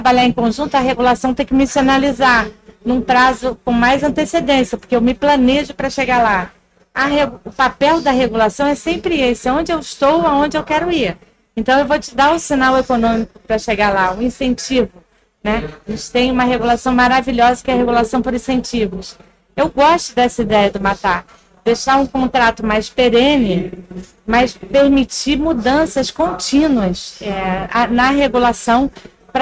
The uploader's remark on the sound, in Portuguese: Série Especial de podcasts gravados ao vivo durante o evento SENDI 2023 em Vitória - ES.